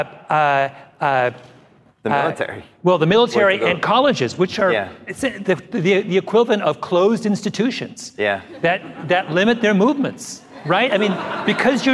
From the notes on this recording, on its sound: Live From NYC's Advertising Week. Host a live podcast event for NYC's Advertising Week.